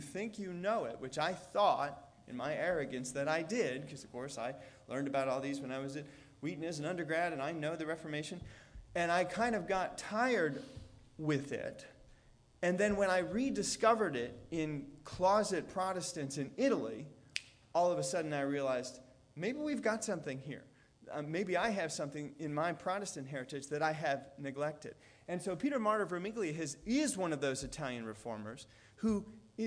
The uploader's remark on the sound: Delivered on October 15th, 2017 at All Souls Anglican Church in Wheaton, IL.